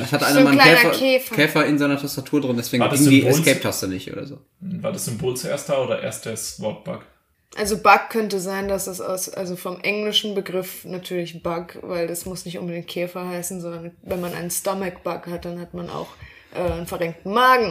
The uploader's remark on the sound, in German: Beim Sound haben wir mit 2 Mikros und verschiedenen Einstellungen ein bisschen experimentiert, verzeiht uns das bitte.